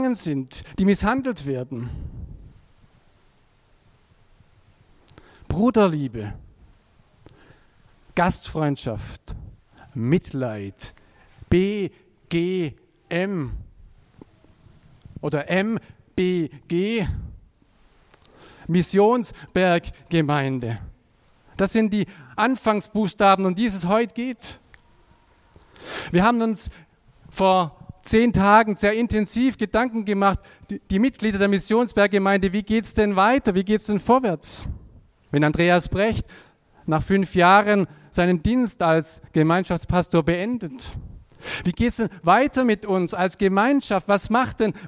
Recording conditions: large echoing room